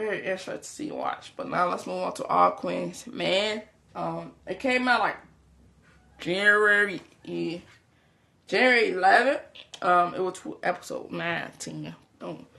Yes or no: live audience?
no